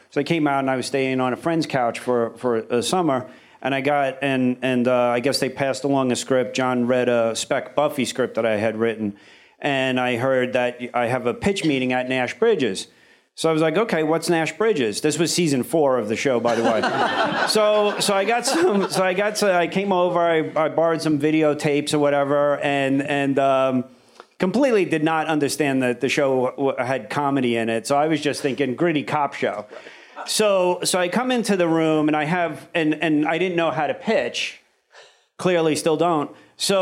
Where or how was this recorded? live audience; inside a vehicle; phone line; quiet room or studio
live audience